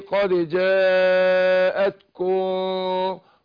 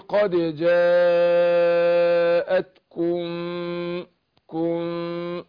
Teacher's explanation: قد جاءتكم، واعمل انفراج يسير للشفتين. بين الشفتين بحيث ان السامع يسمع ميم · Shown in: second take